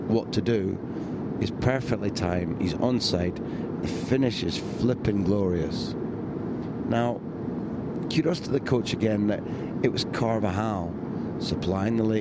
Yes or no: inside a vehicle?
yes